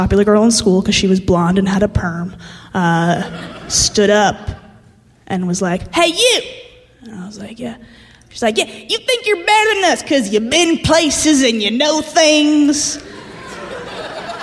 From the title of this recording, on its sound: Live From Portland!